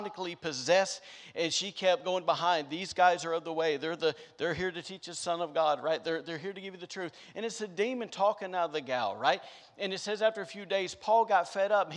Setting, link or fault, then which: setting, large echoing room